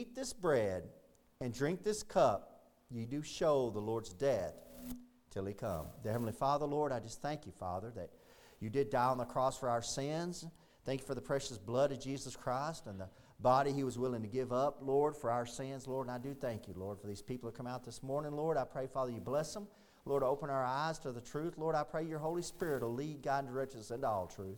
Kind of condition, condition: setting, large echoing room